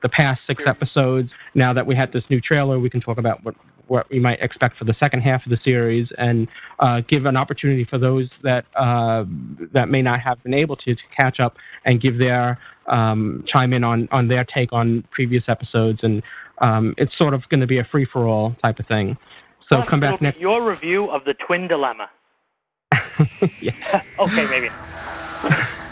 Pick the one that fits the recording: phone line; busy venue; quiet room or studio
phone line